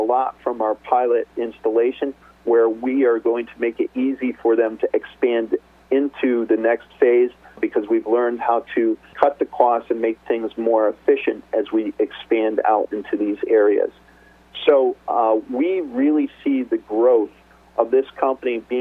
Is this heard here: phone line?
yes